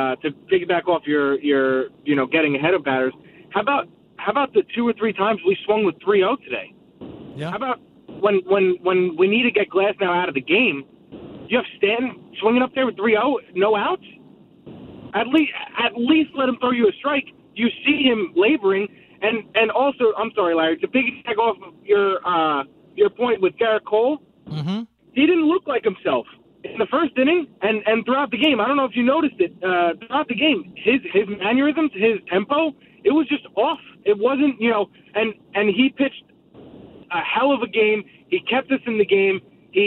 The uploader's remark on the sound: Your calls and live audio from the postgame press conferences.